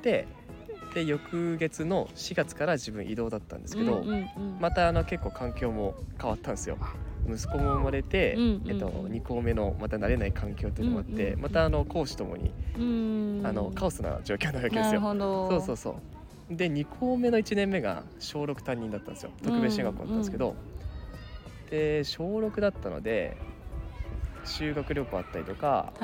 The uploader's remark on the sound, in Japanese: 休日昼間の公園で録ったため、平和で楽しい音声がバックミュージックとなっています